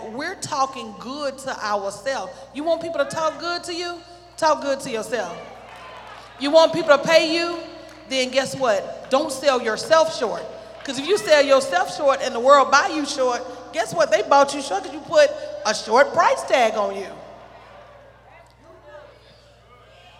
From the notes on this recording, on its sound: This segment was Originally recorded at The Lighthouse Church.